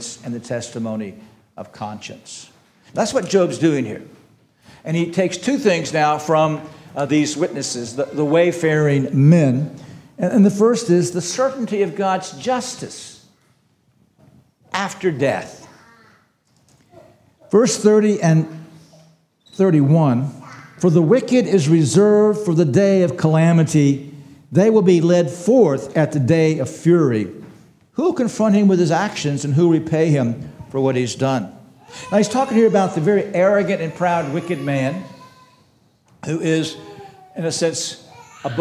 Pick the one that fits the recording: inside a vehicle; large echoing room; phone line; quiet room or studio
large echoing room